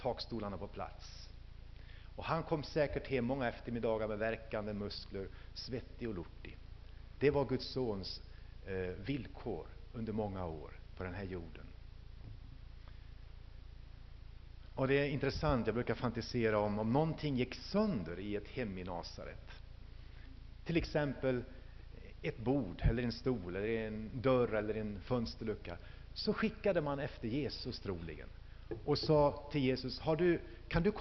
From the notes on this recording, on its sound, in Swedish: Inspelad i H&#246;n&#246; Missionsf&#246;rsamling